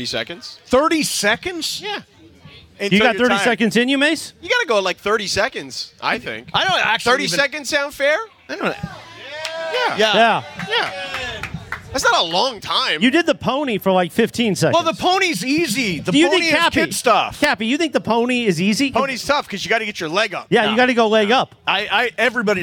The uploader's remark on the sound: We are live from Bastard’s Canteen in Downey for the 247th Marine Corps Birthday & Veterans Day Bash!